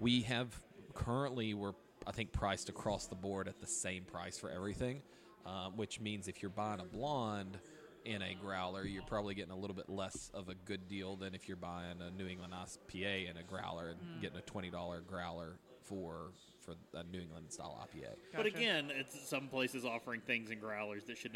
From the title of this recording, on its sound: Live from Deladders...I Mean, Broken Throne